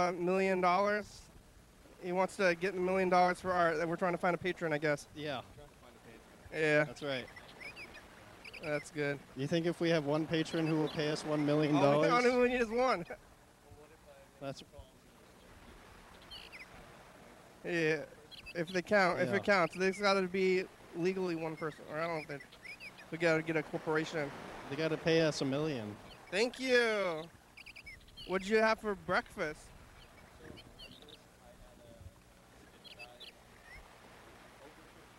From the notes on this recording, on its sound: TCMoFA at the Armory. We sit outside on a couch under a tent with all the gear we brought and talk over the speaker system to each other. Sometimes we look into the museum but the camera cable doesn't go very far.